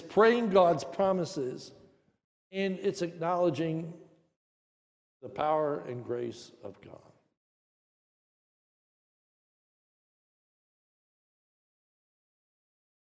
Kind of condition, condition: setting, large echoing room